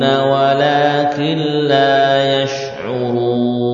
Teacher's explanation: gunnah pada nun sukun pada kata walakin ya, ini hilang gunnahnya karena sudah mengalami apa? Mengalami idgham ke dalam huruf lam dengan idgham yang sempurna. Idgham yang sempurna menghilangkan nun secara utuh, zatnya sekaligus sifatnya. · Term: idgham bila gunnah